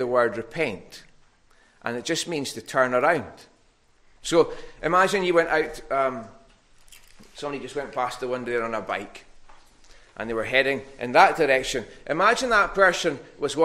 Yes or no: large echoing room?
yes